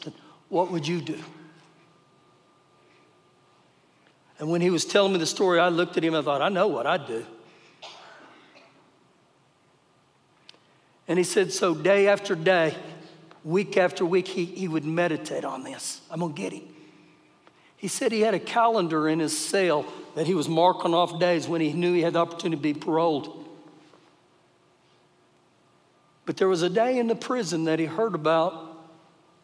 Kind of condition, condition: setting, large echoing room